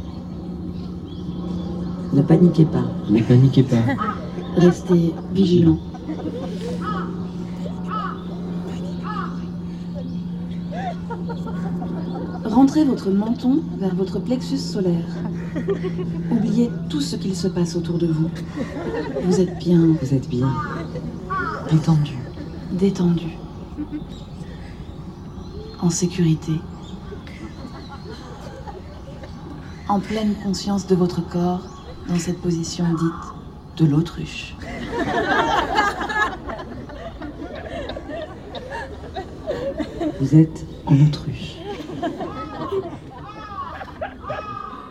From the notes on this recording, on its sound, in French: Enregistrement public